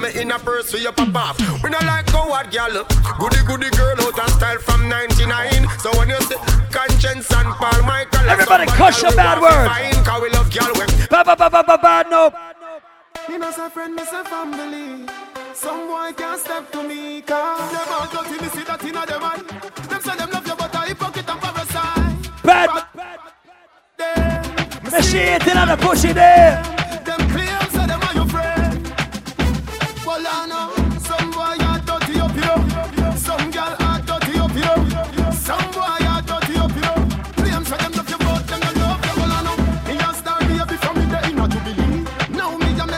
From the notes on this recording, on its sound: LIVE AUDIO FROM ISLAND SATURDAYS ON OCT 14TH.